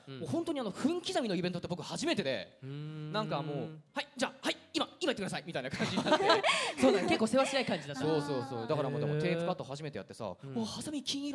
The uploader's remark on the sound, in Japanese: 先日行われたサンリオ国との同盟会談！(つまり公開録音です)。